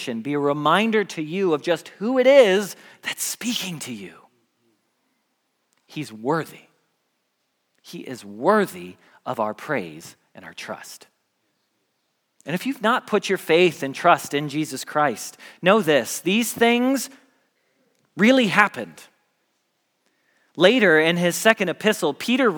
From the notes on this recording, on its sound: Message Preached at Valley Creek Church